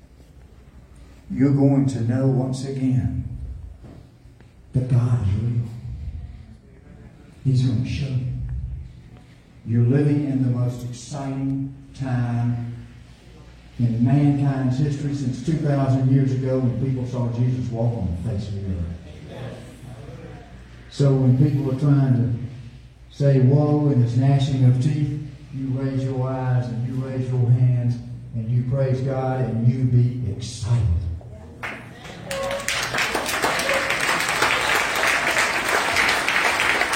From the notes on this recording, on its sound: LIVE from Tulsa